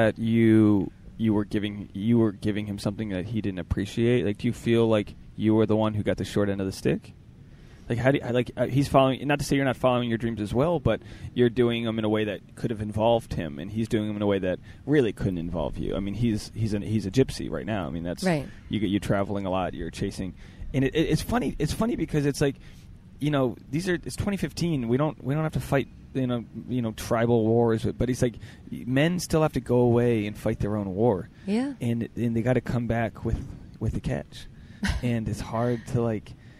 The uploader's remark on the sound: Was recorded in the heart of New York City, Central Park!